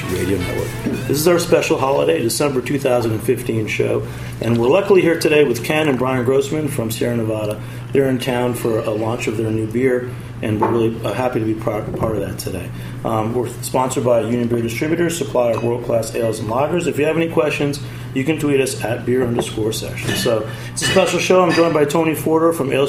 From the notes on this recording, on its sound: Recorded off-site at Jimmy's No.